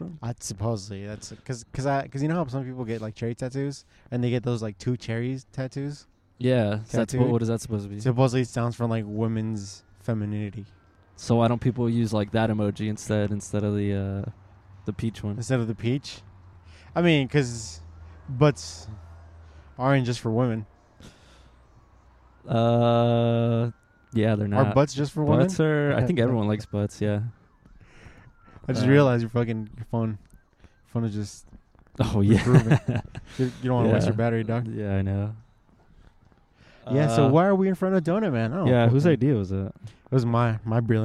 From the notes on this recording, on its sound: Pod outside our local World Famous DONUT MAN.